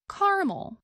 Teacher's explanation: In parts of the Appalachian Mountains and much of the Midwest, many Americans pronounce this word with two syllables, as in caramel.